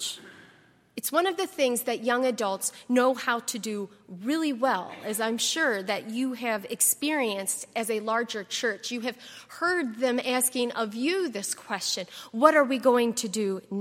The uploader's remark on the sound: at Highland Baptist Church